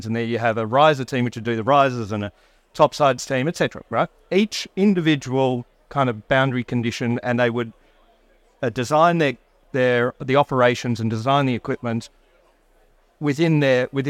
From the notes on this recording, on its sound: Recorded live at Offshore Europe 2023